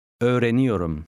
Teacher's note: The I in the middle almost disappears.